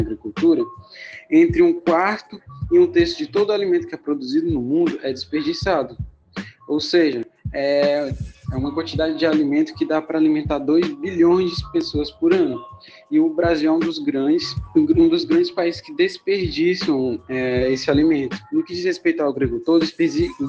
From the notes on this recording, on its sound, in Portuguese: Podcast realizado por meio da plataforma Google Meet, gravado no período em que as aulas estavam ocorrendo de forma remota.